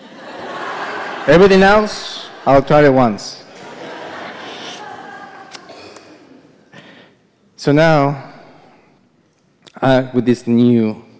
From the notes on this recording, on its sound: Live at The Fremont Theater in Portland, Oregon. Portland Story Theater.